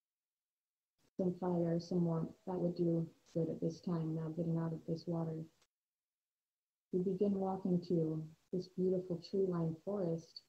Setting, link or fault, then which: fault, poor sound quality